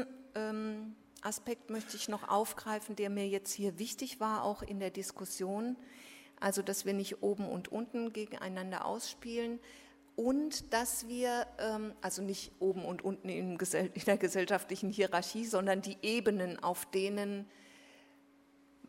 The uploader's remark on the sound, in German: Drittes Panel der Konferenz «Auf der Flucht vor humanitären Krisen». Berlin.